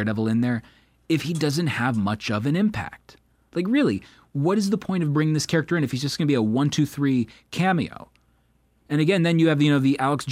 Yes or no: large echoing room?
no